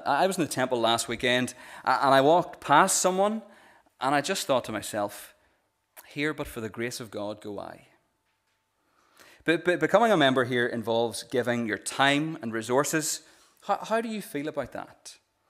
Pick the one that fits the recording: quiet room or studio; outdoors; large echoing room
large echoing room